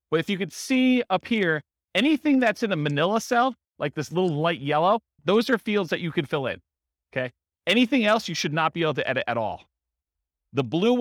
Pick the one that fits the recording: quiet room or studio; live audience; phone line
live audience